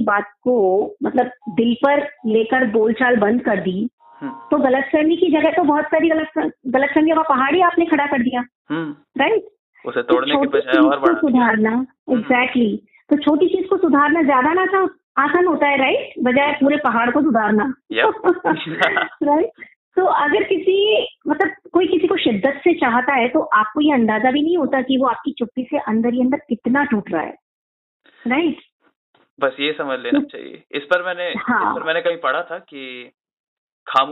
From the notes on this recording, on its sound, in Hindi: Sound quality ke liye khed hai.